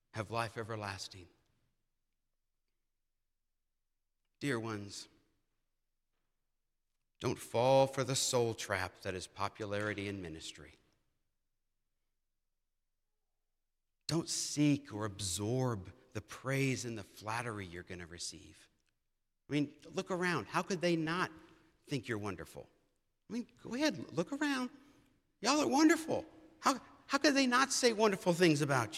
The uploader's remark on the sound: presented by Asbury Seminary Kentucky Chapel, recorded on Wednesday, September 20, 2023 at Asbury Theological Seminary's Kentucky campus